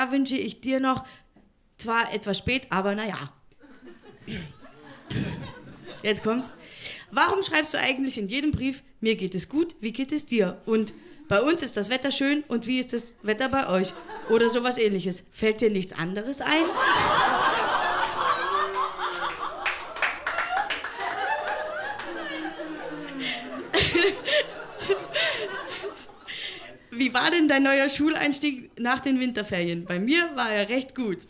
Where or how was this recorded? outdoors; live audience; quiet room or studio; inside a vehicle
live audience